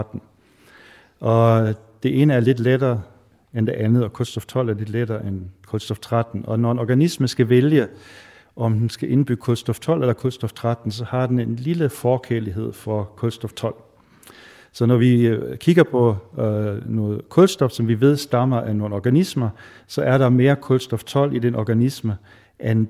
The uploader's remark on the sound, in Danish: RumSnak LIVE. Vi har hele tre gæster med i auditorie O-100 på Syddansk Universet, foran et levende publikum.